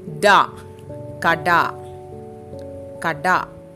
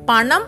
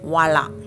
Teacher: You articulate it with the tip of the tongue curled backwards and lifted towards the roof of the mouth. · Term: retroflex sounds